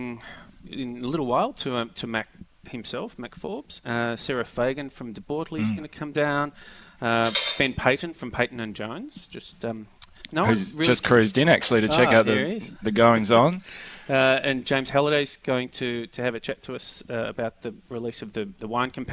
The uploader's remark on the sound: Healesville OB. Host a fun filled Outside Broadcast from the Graceburn Wine Room in Healesville.